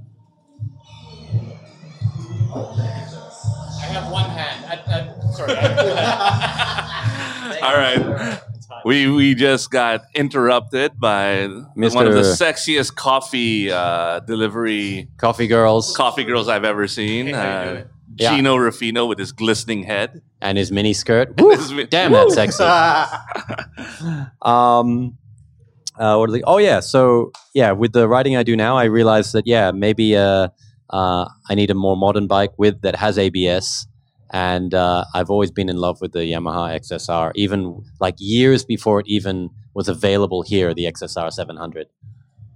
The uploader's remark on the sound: The boys of Tunay na Rider dropped by Ride PH Cafe and recorded 5 episodes!